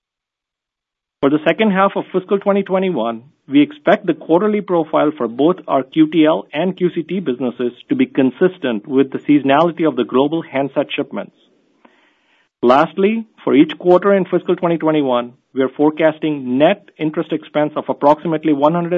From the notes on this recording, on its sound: Earnings Conference Call